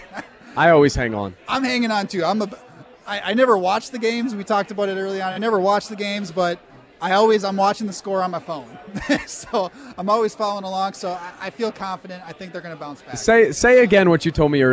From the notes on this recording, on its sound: live at Monk's Bar and Grill